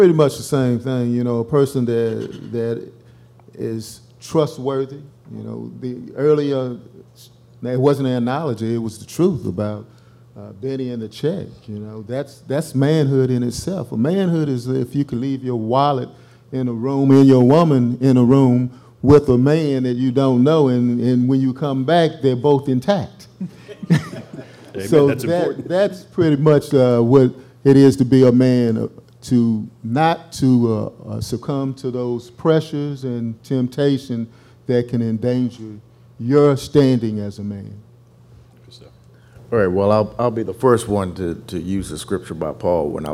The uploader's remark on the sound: Leads a panel of men in a discussion around manhood before a men-only audience.